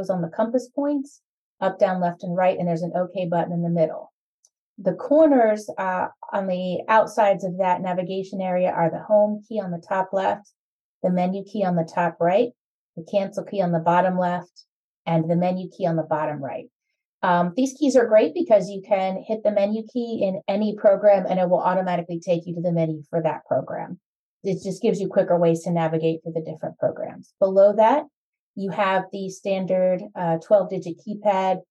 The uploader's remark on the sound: delighted to welcome two presenters to our inaugural Zoom